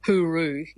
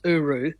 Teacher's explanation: that H gets dropped all the time, another bit of the shortening · Shown in: second take · but H is kind of weakened anyway, so you get hooroo, becomes uru. · Term: drop the H